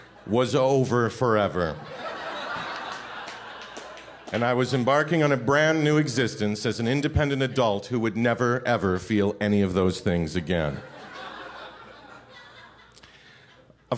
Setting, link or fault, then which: setting, live audience